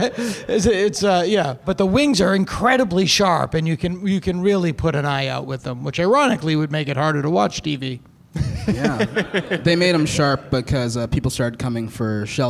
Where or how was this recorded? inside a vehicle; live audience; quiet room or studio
live audience